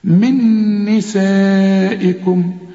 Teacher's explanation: نون ساكنة وبعدها نون متحركة، النون من حروف الإدغام، هنا بدغم النون دي في النون دي وبتبقى نون مثقلة. من نسائكم، وده مد واجب أربع حركات، المد والهمزة في كلمة واحدة.